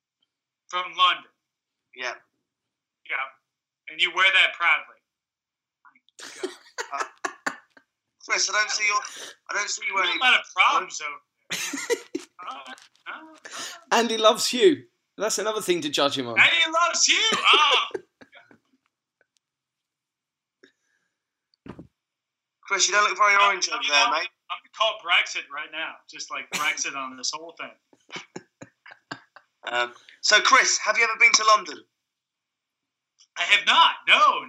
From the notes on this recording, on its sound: 3 way Skype. From Columbus Ohio.